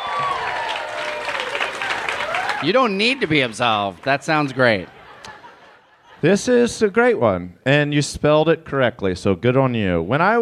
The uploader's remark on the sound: It's Bananas live from Portland!